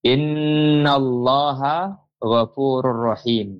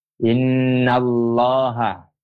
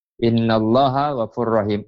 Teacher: Itu huruf lam pada dasarnya memang tipis. Dan lam ini akan tebal pada saat dia dilekatkan dengan lafaz Allah.